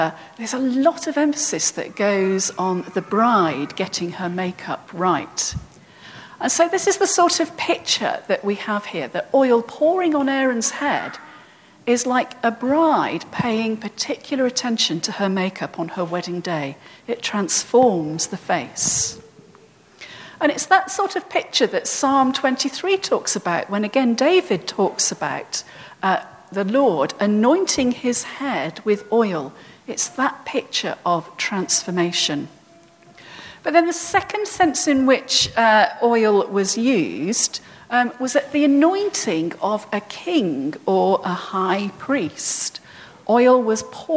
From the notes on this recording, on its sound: at All Saints' Church, Isleworth on 24th June 2018